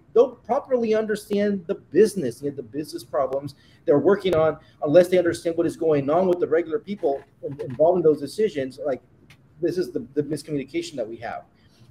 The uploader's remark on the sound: Live from CDOIQ.